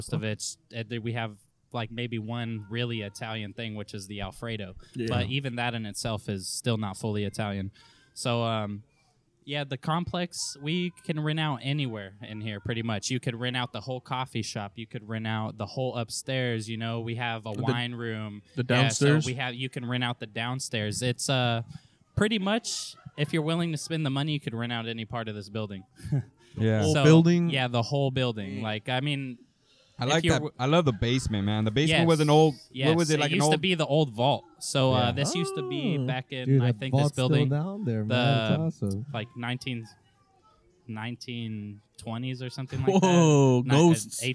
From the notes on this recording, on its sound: we recorded this episode at the patio of 201 Main during their weekend brunch buffet